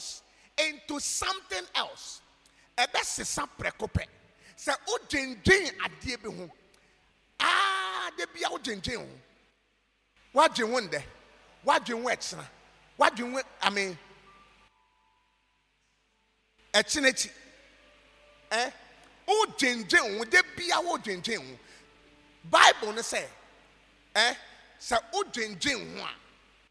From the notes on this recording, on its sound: preached at God's Haven Ministries, The Purpose Assembly on Sunday 16th April, 2023.